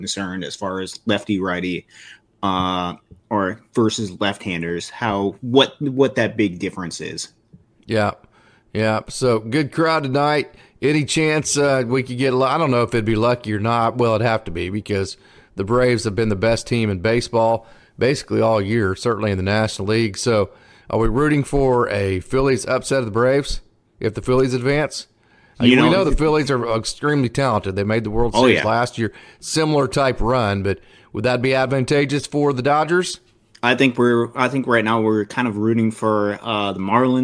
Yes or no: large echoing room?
no